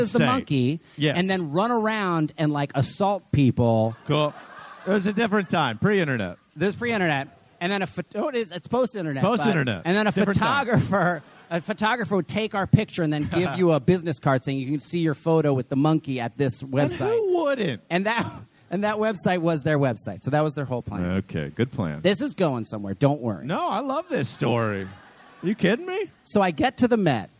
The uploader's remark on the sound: live from The Bell House in Brooklyn, NY